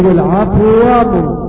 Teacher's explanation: نضغم الواو في الواو · Term: الإدغام الكبير